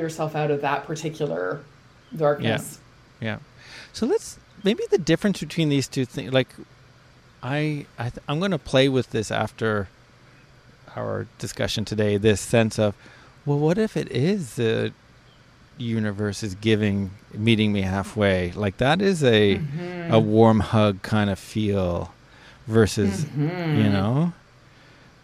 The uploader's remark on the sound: takes this one outside with the birds in the backyard and so chirping can be heard